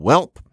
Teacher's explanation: Because you have cut off the airstream, it sounds final. There's a certain kinesthetic iconicity about it.